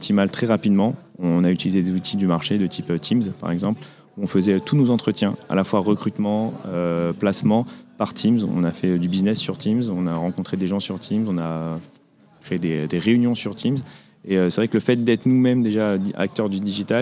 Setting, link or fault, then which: setting, busy venue